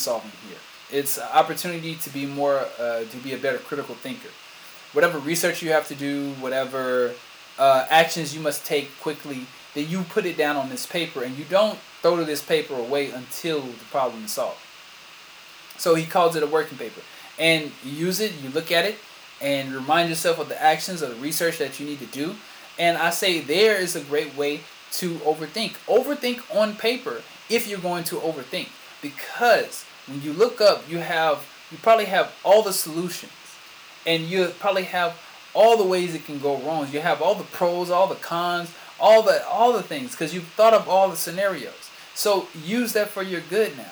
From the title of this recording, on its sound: Sorry for the sound